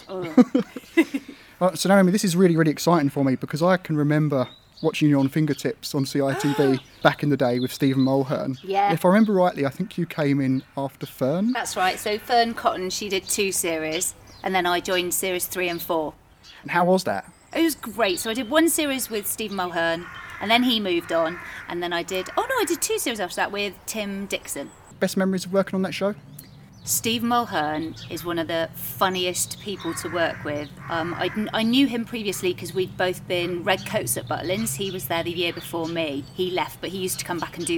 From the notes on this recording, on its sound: I headed outdoors for a natter